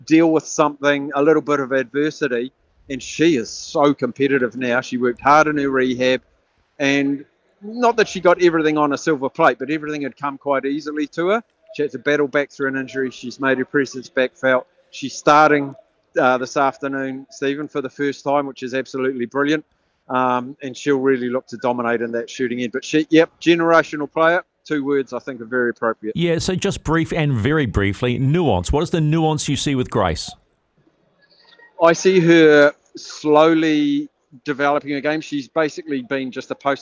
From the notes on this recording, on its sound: LIVE from Spark arena